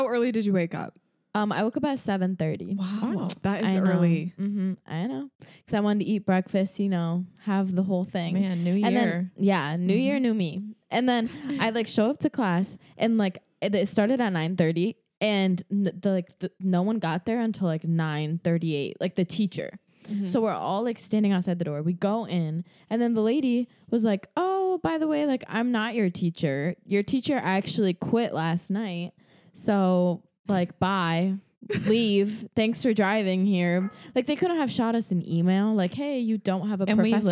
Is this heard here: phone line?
no